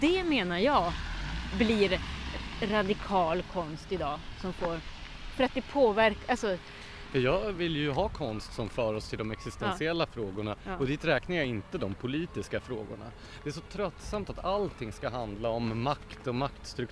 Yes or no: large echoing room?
no